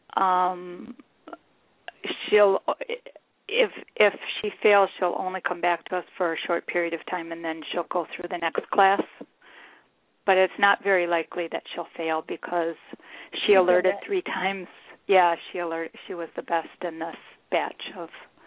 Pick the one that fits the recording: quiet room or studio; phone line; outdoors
phone line